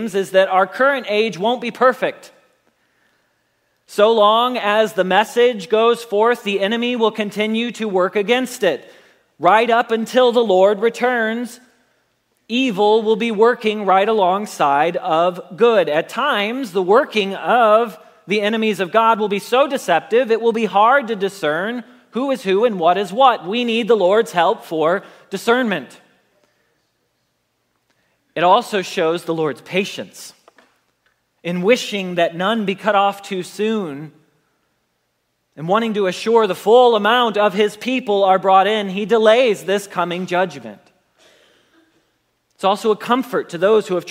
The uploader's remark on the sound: Message Preached at Valley Creek Church